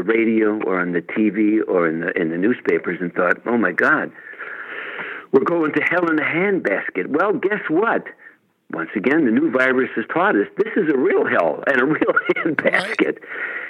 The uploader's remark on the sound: called